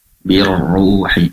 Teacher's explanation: pastikan dipertebal ro-nya karena berharokat dhammah dengan cara mengangkat pangkal lidah ke atas